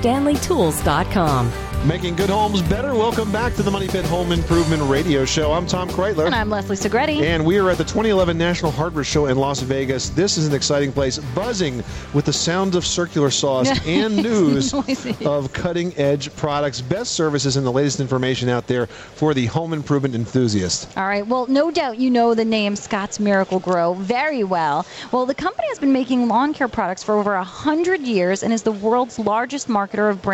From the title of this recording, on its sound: Live Broadcast from The National Hardware Show, Las Vegas, Nevada